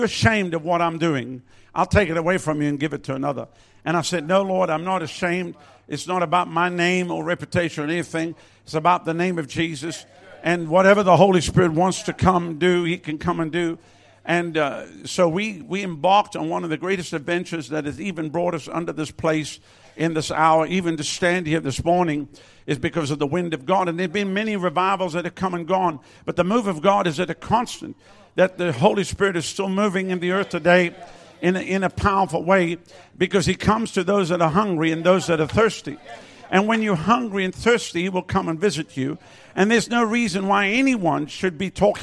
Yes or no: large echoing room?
yes